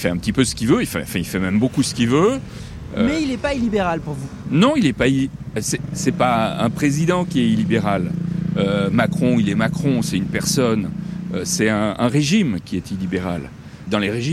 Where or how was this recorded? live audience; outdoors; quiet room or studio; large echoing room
outdoors